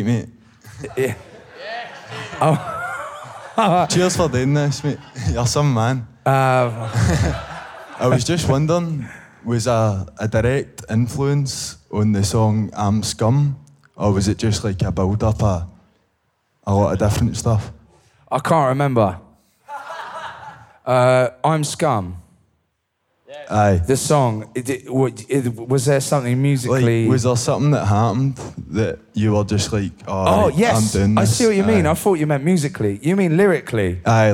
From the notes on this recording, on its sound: It was recorded in front of a live audience in Glasgow, just before the pandemic hit.